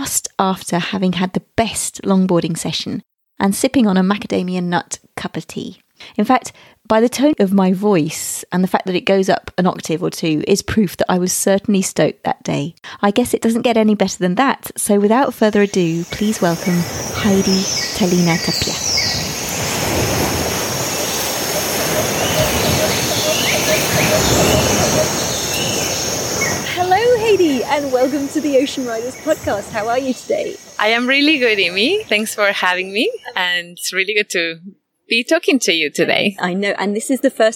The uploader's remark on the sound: Now what makes this episode even more special is that it was recorded outside in real life with one of the most inspiring people I've had the chance to meet.